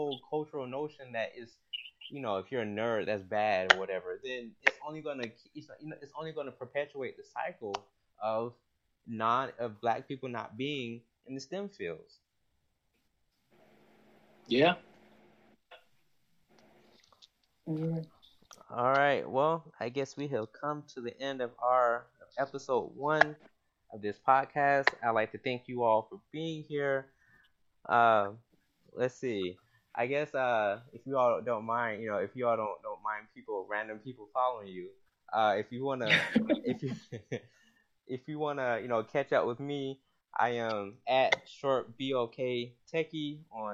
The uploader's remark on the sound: Apologies for any audio issues, we're newbs at this but we continue to learn and grow!